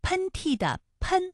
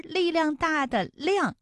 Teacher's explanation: 喷嚏的喷是前鼻音，它的韵母是 N，而力量大的量是后鼻音，它的韵母是 ang